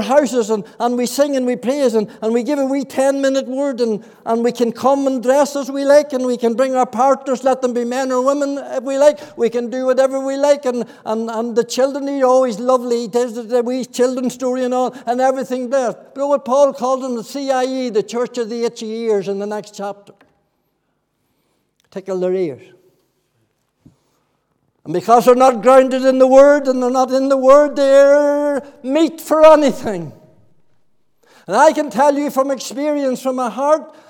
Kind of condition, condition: setting, large echoing room